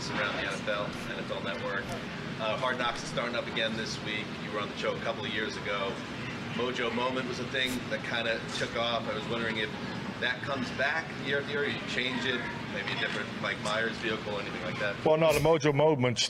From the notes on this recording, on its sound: live from Oxnard, California for Cowboys Training Camp